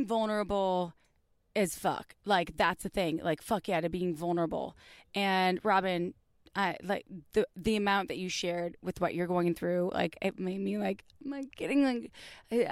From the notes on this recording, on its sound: It was recorded by four badass podcasters poolside while sipping wine in bathing suits, but also because we all had to share one mic!